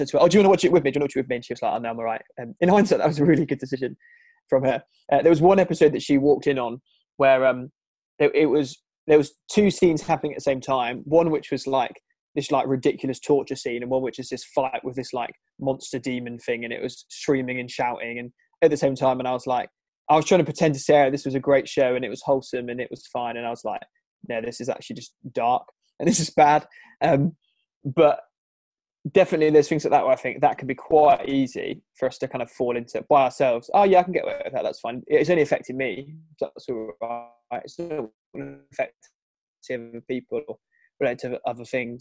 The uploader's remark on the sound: It was filmed over a Zoom call and so we apologise for the poorer sound quality